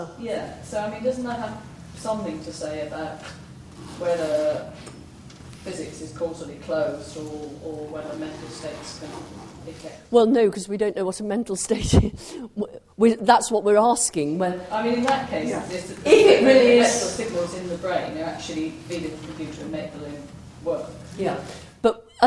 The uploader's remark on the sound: engaging in a questions and answers discussion with the audience